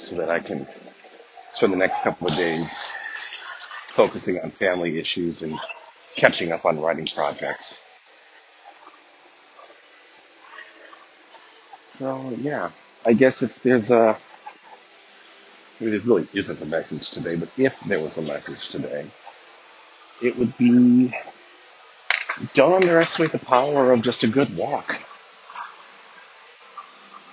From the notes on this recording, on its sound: I head back indoors. The recording cuts off abruptly due to a notification that hit my phone.